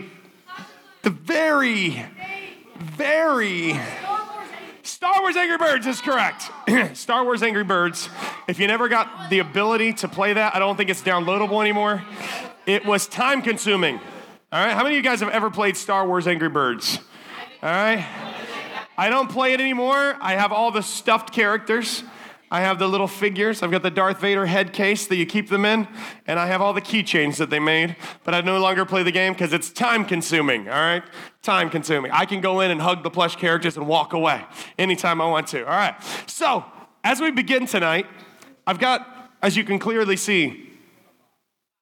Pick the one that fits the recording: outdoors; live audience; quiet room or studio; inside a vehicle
live audience